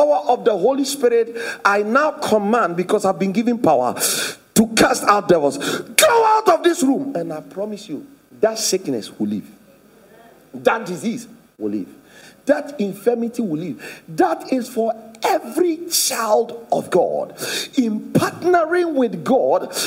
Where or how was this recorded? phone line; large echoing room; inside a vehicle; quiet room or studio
large echoing room